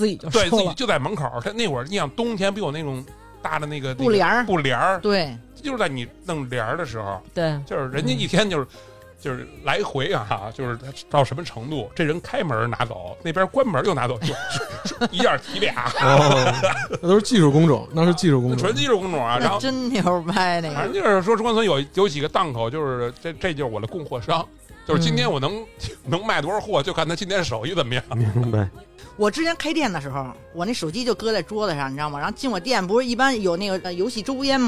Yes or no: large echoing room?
no